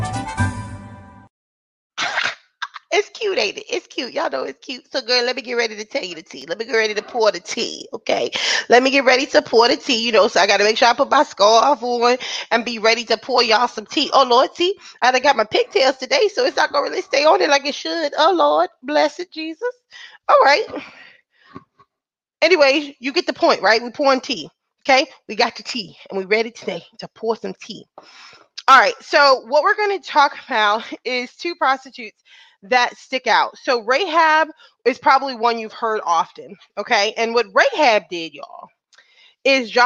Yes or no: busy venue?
no